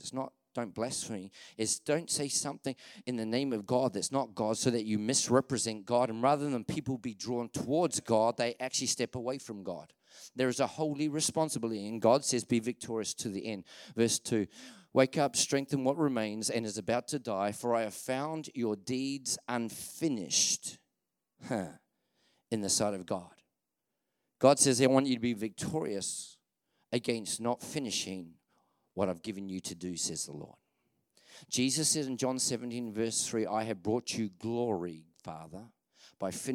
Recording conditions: large echoing room